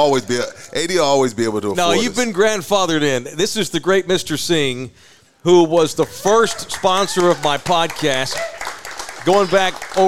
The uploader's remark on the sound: Live at Texas Cheer Liquor